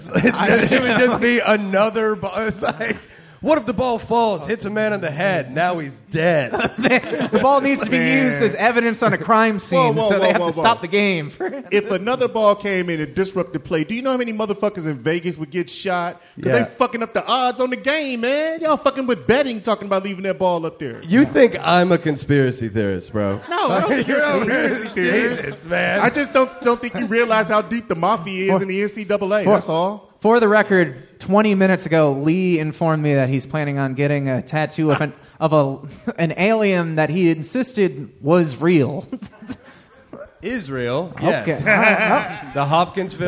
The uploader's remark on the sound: This live talk show was recorded in front of a human audience. At Go Bananas Comedy Club in Cincinnati, OH.